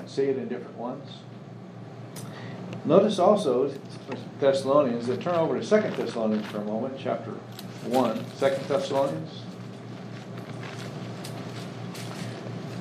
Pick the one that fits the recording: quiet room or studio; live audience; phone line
live audience